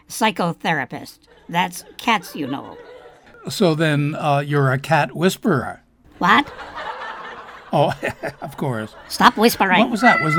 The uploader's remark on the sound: Live from the Stranded Theater in New York City.